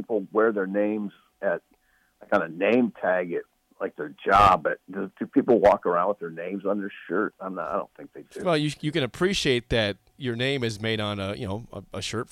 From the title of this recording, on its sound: is in Iowa City and calls